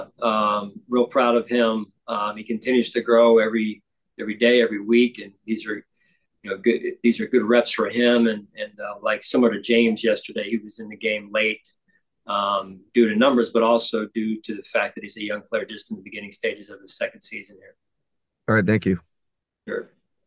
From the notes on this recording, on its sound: Speaks with the media via Zoom.